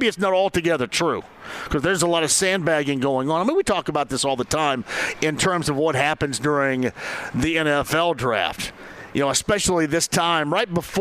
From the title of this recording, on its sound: Live From Victory Field!